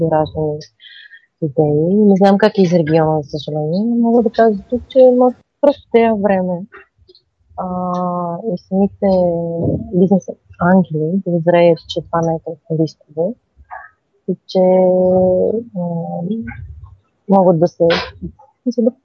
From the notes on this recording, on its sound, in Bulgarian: Поради ред технически провали не се гордеем особено много с качеството на записа